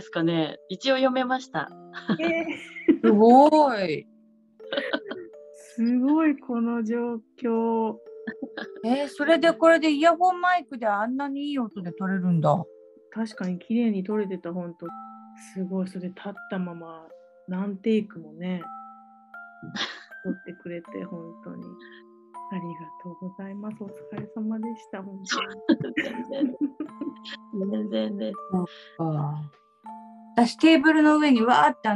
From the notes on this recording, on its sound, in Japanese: 録音は…ひとりでやります。Zoomにてリモート収録。